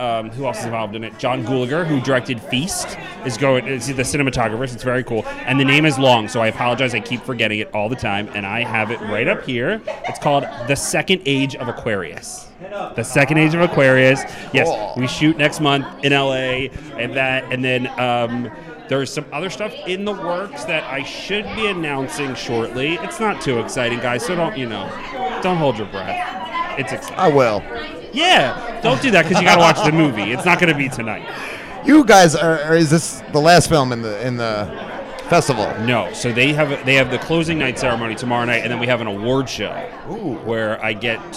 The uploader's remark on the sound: LIVE in Philly. LIVE at the Philadelphia Theatrical Premiere of "1/2 New Year".